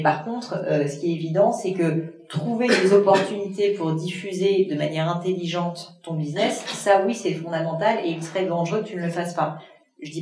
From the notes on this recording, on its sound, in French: L'épisode étant enregistré en live via un matériel que je ne maîtrisais pas, le son est malheureusement un peu moins qualitatif que d'habitude et j'en suis désolée